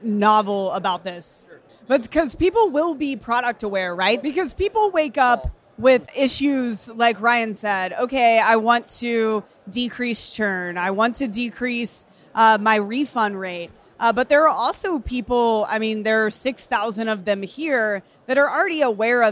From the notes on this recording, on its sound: Live from Traffic & Conversion Summit 2018. To answer questions from Traffic & Conversion Summit attendees, live from the Summit!